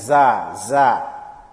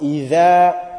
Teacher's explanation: when you pronounce dhal, the tongue must come out. · Shown in: second take · If your tongue doesn't come out, then that's not the correct pronunciation.